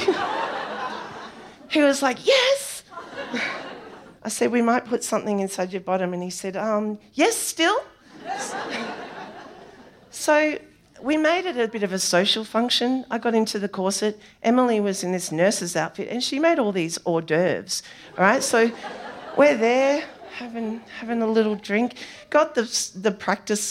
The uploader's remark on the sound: SPUN: True Stories Told in the Territory is a live storytelling event. Popping up at different venues across Darwin. Story was told at our event at the Michael Long Centre on International Women's Day in 2019 where the theme was BACKBONE.